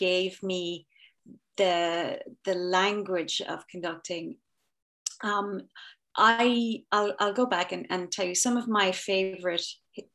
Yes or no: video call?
yes